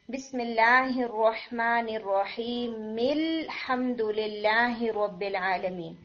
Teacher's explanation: الحمدللہ یعنی پھر ہم اس کو لام کے ساتھ ملا لیتے ہیں، یعنی ہم اس کو حمزہ کو ڈراپ کر دیتے ہیں اور اس کو لام کے ساتھ جوائن کر دیتے ہیں · Term: ہیلپر حمزہ